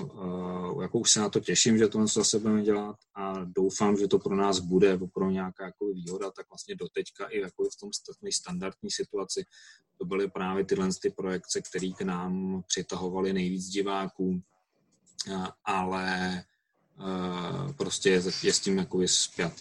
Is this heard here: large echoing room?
no